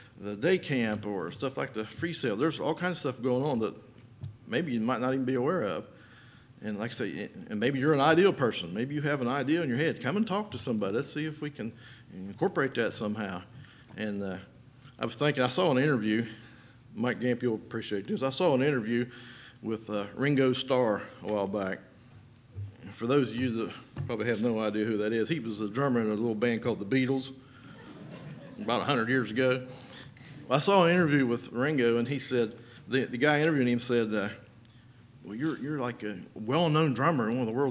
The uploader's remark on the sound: Sunday Morning Service.